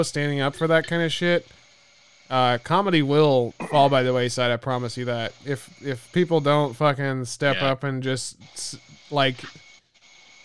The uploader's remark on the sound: While the barbershop was closed during the lock downs we poorly recorded some zoom calls. Quality is a mess and background noises are distracting but we didn't let it stop us from enjoying some beers with eachother over the phone.